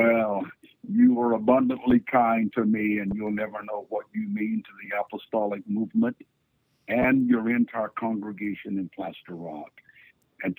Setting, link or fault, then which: link, phone line